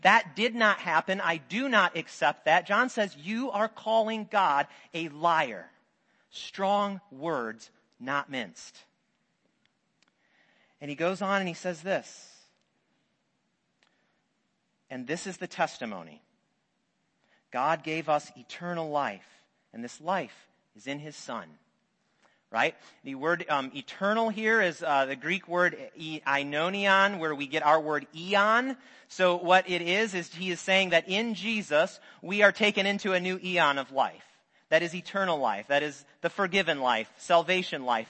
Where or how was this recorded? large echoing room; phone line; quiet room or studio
large echoing room